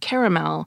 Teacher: the three-syllable pronunciation, caramel, is dominant all along the East Coast of the United States